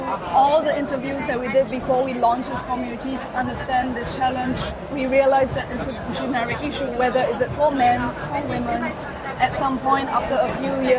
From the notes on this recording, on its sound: The video interview was recorded at SAP next-gen stage at Entrepreneur University in Wiesbaden, Germany. Thank you to SAP Next-Gen for providing us space.